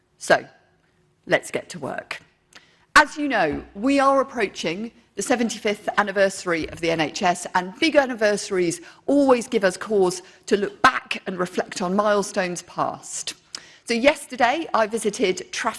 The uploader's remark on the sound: speech to NHS Confed Expo conference, 14 June 2023